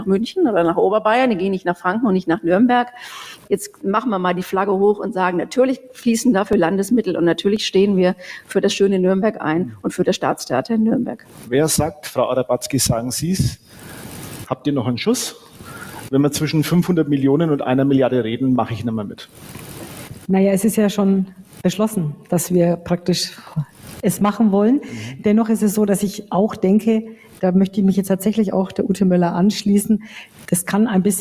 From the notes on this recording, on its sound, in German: Ausschnitte einer Podiumsdiskussion im Nürnberger Presseclub